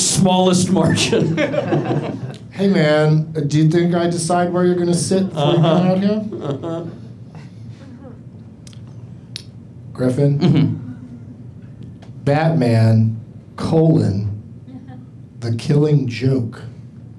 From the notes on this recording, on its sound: Live from Flappers in Burbank